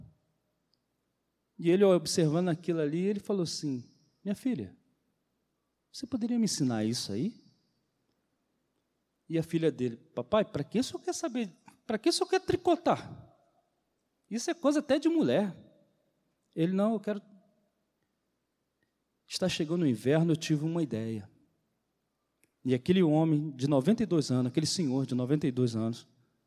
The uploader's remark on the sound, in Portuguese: CULTO DE LOUVOR E PALAVRA AO VIVO